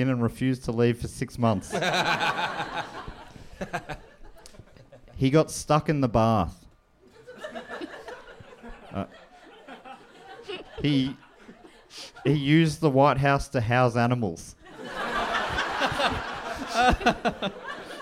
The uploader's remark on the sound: Recorded live in Birmingham, UK!